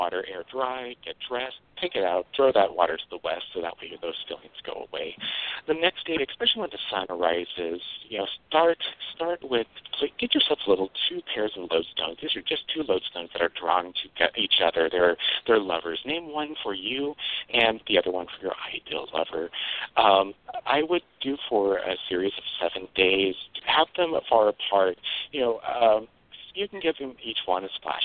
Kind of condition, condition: link, phone line